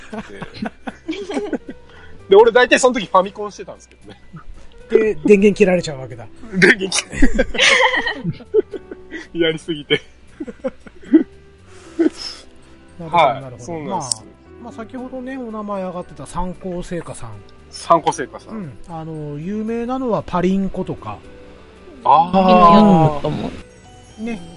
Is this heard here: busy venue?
no